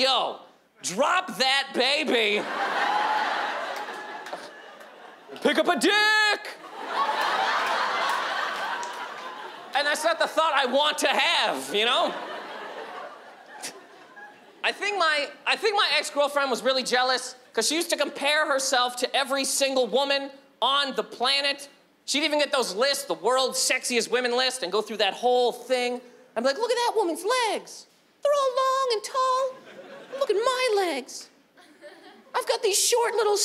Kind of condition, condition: setting, live audience